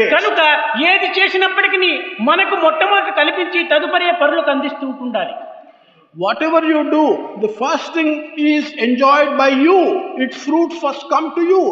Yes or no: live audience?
yes